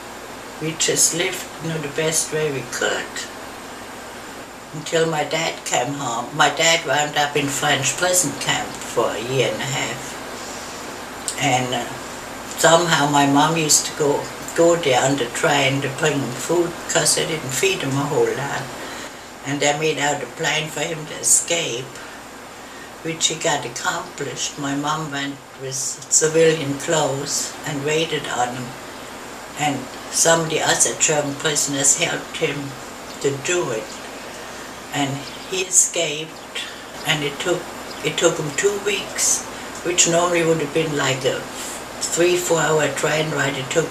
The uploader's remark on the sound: This interview took place over ten years ago proving both that I was meant to interview people and that I had no clue about audio quality back then!